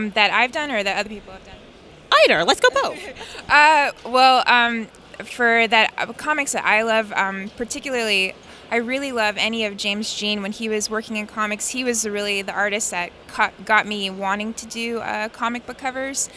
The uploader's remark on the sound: Interview at Five Points Festival 2017